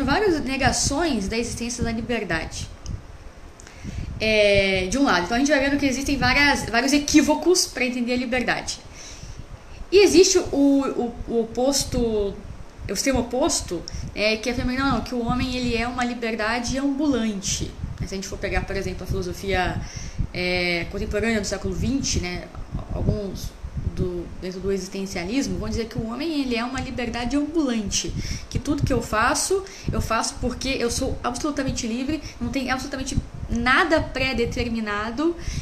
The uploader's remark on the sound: Live transmitida no meu Instagram